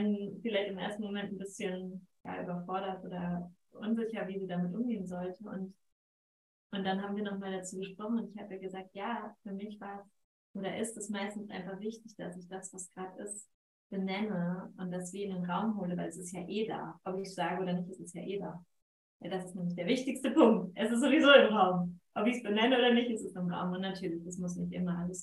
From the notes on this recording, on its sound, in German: Entschuldige die Tonqualität dieser Folge. Irgendetwas ist bei der Aufnahme schief gelaufen.